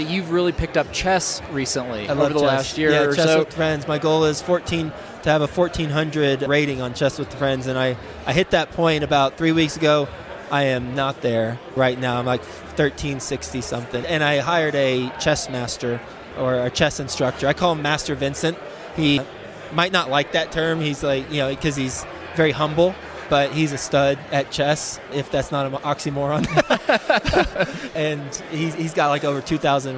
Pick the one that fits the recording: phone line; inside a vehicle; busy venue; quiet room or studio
busy venue